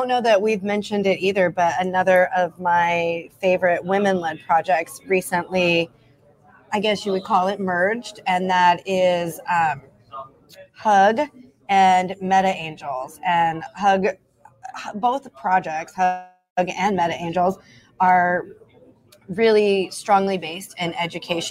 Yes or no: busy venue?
yes